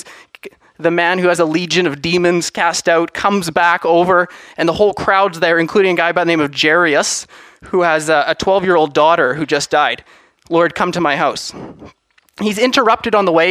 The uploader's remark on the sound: From Assiniboine Bible Church The Harvest Is Truly Plentiful Conference